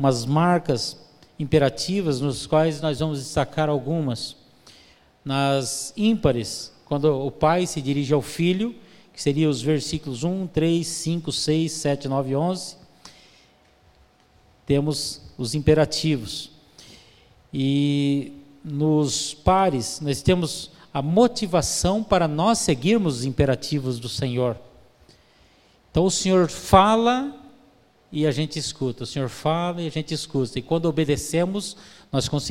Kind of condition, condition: setting, large echoing room